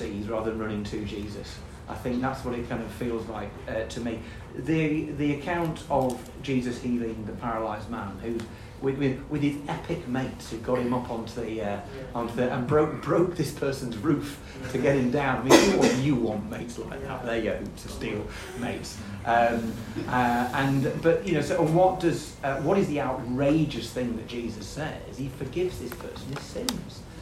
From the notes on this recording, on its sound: Audio from a seminar hosted by LICC at the National Parliamentary Prayer Breakfast 2023 in the Houses of Parliament on Tuesday 27 June 2023